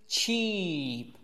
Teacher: 这个 cheap 是撅嘴的 ch，再加长 i 音 cheap